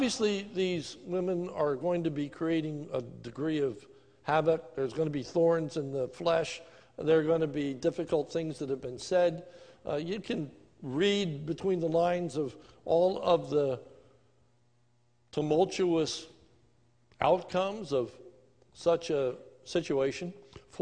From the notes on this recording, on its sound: This is a sermon recorded live on 11/15/2020 during the evening service at the Lebanon Bible Fellowship Church in Lebanon, PA